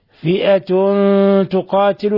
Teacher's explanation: تنوين ضم جاء بعد حرف التاء إخفاء حقيقي